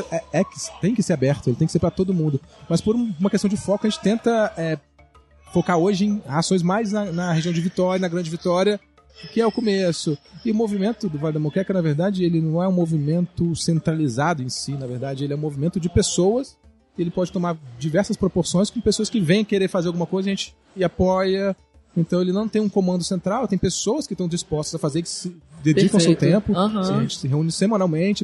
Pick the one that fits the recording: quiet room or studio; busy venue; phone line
busy venue